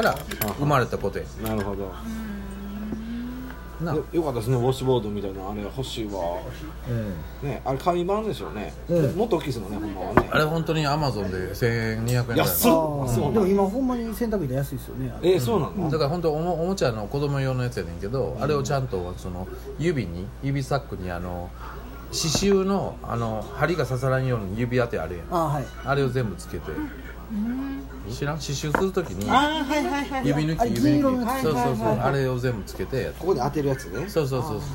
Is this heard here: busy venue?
yes